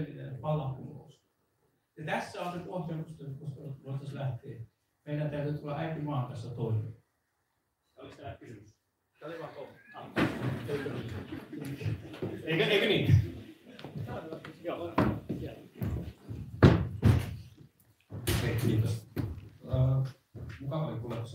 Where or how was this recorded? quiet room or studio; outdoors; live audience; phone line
live audience